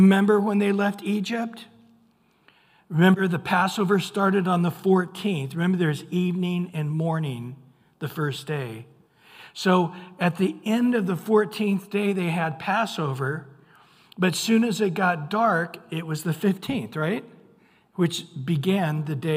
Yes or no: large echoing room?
yes